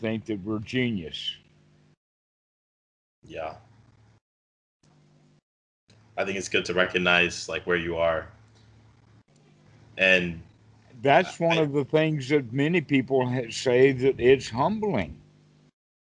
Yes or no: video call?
yes